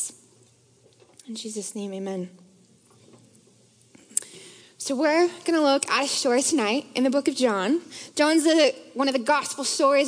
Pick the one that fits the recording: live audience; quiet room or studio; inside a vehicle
live audience